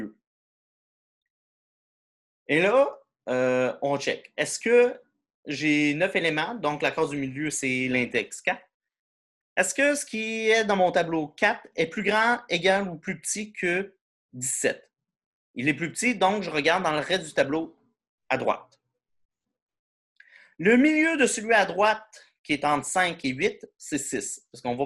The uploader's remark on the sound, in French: cours en ligne sur Zoom.